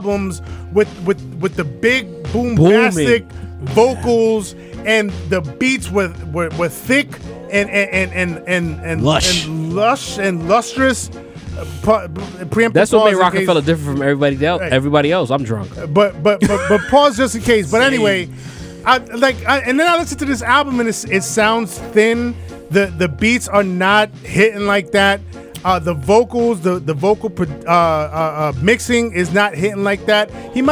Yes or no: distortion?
no